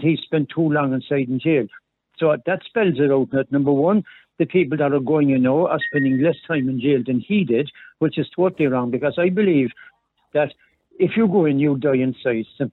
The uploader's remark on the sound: Opens the phone lines to callers, giving them the opportunity to voice their thoughts and opinions on the topic.